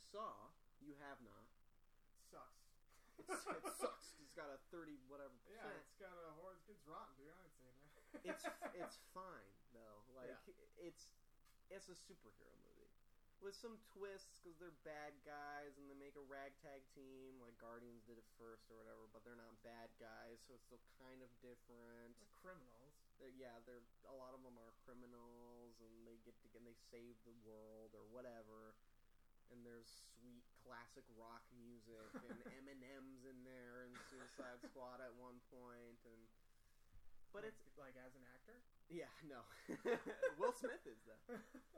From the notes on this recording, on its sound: Sorry about the low audio